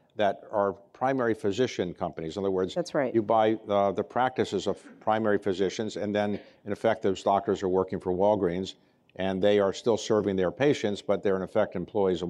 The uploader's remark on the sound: This interview was recorded Dec. At an Economic Club of Washington, DC event in Washington.